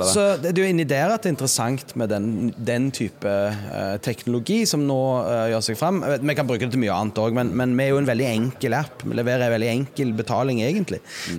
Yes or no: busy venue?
yes